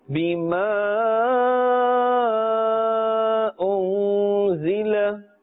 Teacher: And when we find them after a noon sakin or tanween, we must pull or do ghunna, which means the sound must come from the nose area, and we must pull or stretch that sound equal to one alif